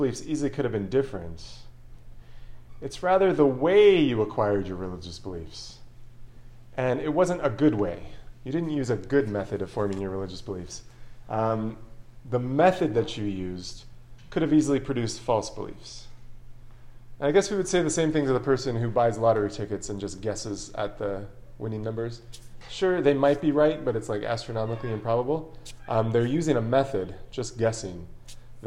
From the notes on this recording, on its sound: This lecture was given on November 16th, 2023, at The Catholic University of America.